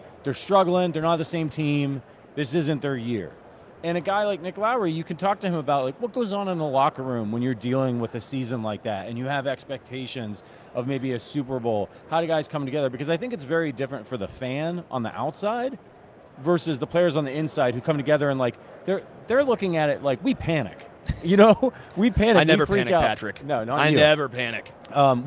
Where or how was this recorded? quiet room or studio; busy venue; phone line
busy venue